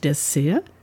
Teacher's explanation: Dessert auf der zweiten Silbe betont und mit zwei S geschrieben, Nachtisch, was im Deutschen fast genauso ausgesprochen wird, nämlich Dessert, aber mit stimmlosem S, wie auch im Französischen, wo das Wort herkommt.